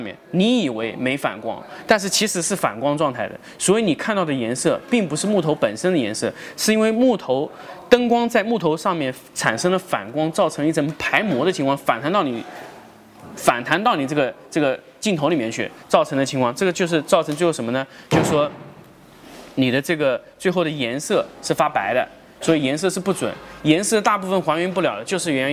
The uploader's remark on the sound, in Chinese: 成都家具workshop 现场答疑录音